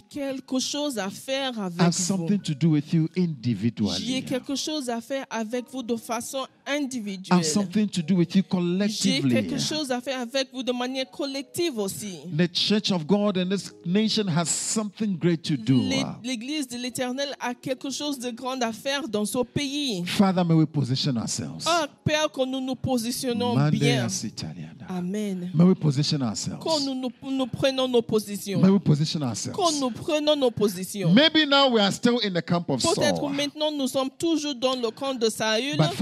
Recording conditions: large echoing room